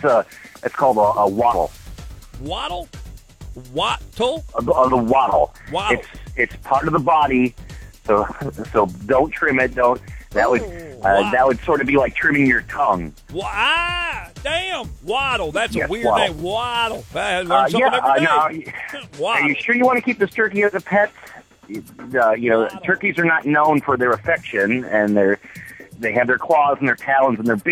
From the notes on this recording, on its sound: Prank Call.